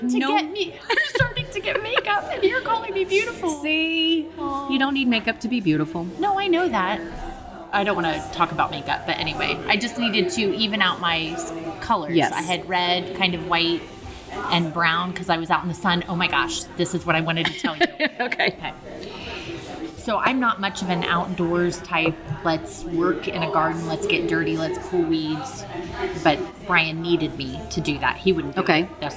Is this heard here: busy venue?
yes